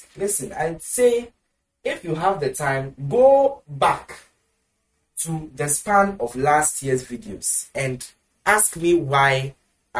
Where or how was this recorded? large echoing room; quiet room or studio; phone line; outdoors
large echoing room